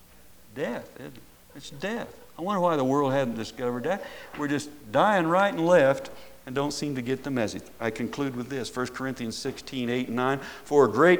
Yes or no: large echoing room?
yes